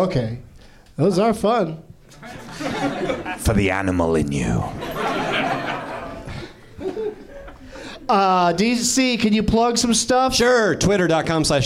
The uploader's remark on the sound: Live from the NerdMelt Showroom